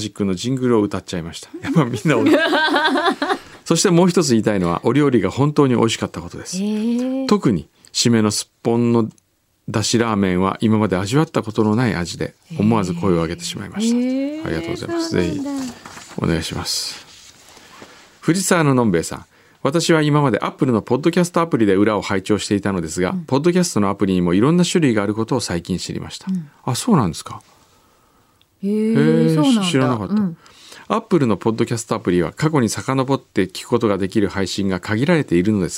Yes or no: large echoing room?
no